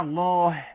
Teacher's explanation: الهاء الضعيفة اللي بتخرج من أقصى الحلق